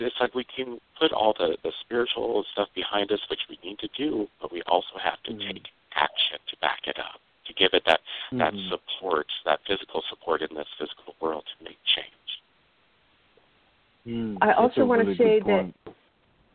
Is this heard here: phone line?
yes